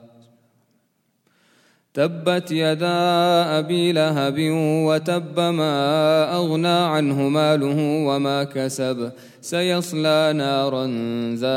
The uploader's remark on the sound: at the Houghton Masjid (West Street)